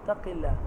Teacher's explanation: يجيبها كاف يقول لك اتكي الله خطأ هذا تحريف هذا تحريف القاف ما ينفعش تبقى كاف ما ينفعش تعليها عن الدرجة بتاعتها